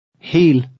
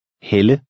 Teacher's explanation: The first word makes a long E sound, and the second, a woman's name, makes the Danish short E sound.